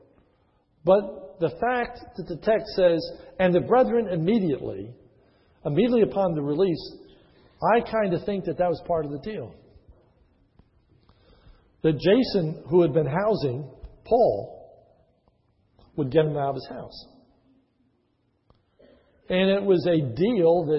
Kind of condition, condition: setting, large echoing room